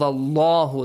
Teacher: the letter lam in the word Allah, since it has a fatha before, it should be pronounced heavily